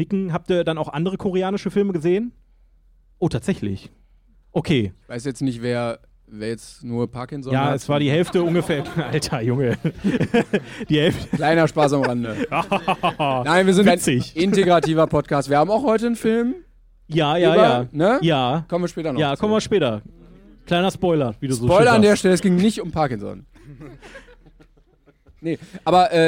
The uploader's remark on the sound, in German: Jede Folge wird live vor Publikum aufgeführt